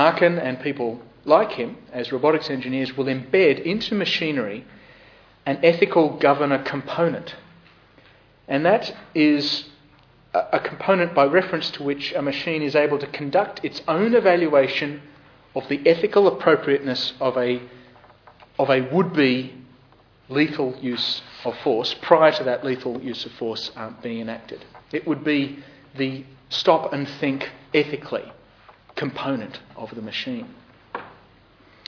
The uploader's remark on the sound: Podcast of the Darlith SRG public lecture